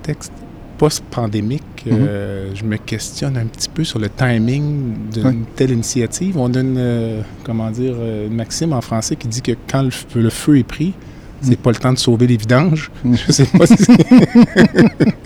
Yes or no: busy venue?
yes